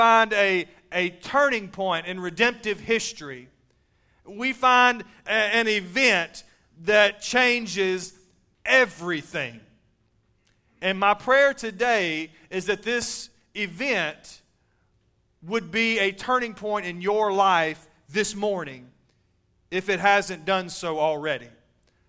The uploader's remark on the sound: Recorded live at Shindler Drive Baptist Church